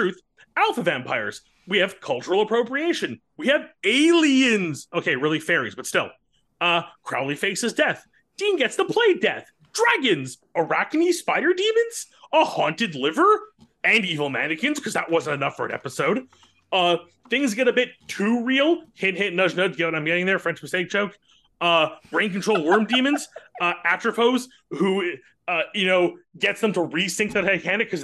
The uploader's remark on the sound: Joined by patrons of the podcast from all around the world. Recorded live on Zoom.